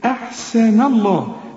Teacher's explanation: رقق النون ولفظ الجلالة هنا مفخم